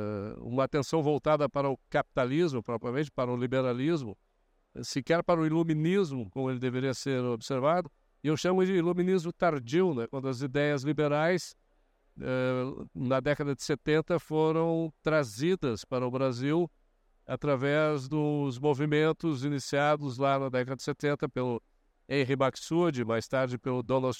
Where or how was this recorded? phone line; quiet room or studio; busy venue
busy venue